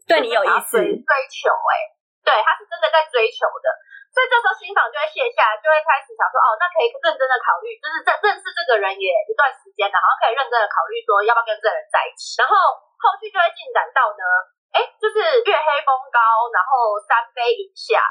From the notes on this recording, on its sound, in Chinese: 本集第一次遠端錄音音質集差